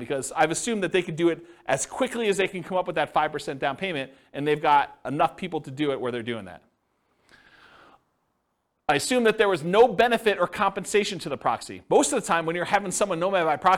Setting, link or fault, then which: setting, live audience